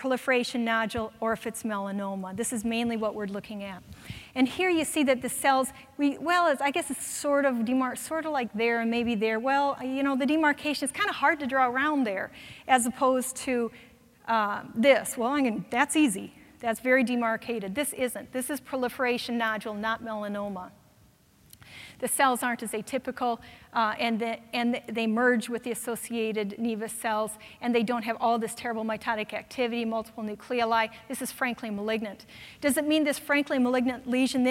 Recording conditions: busy venue